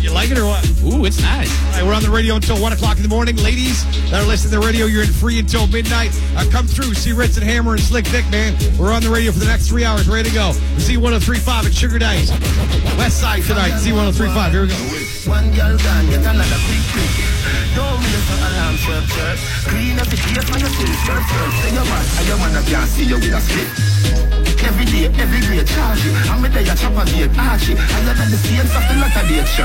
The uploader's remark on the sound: Live from Sugar Daddys nightclub Thursdays on Z 103.5 fm.